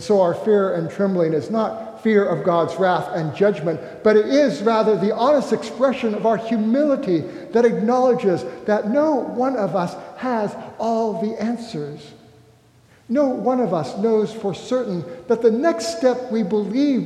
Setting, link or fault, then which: setting, large echoing room